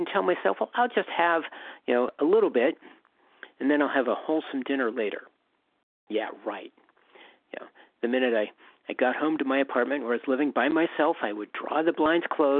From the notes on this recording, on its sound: 100 Pounders Phone Meeting.